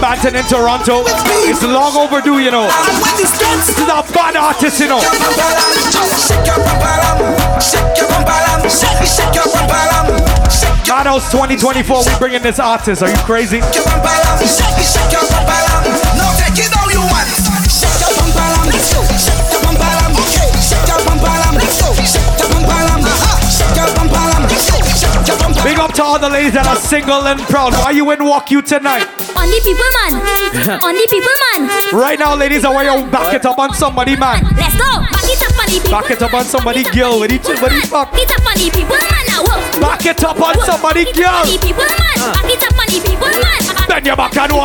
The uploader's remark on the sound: LIVE AT WUK U SUMMER SCHOOL!